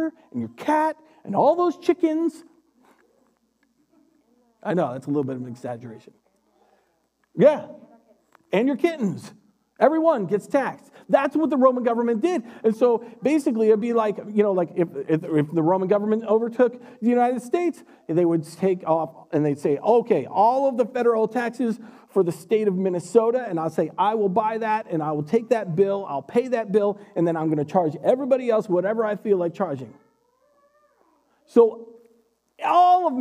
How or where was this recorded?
large echoing room